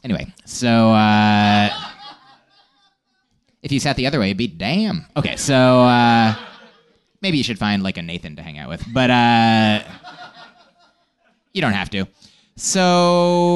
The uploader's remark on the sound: Recorded live at the Nerdmelt Showroom.